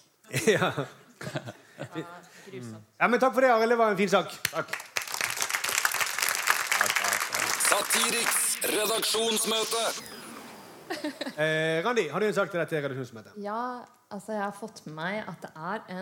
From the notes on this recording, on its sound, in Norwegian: LIVE fra Edderkoppen Scene. Takk til alle som kom og så på!